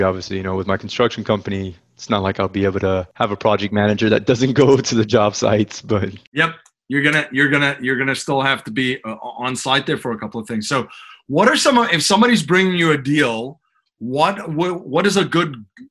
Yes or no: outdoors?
no